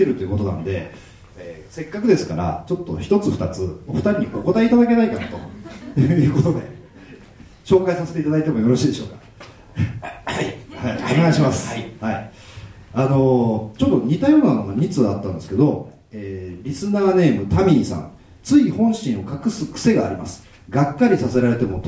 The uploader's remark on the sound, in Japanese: 7/16に行われたJ-WAVE主催の試写会の舞台をかりて、公開生収録を行ってきました。会場にはサプライズゲストであの人も登場！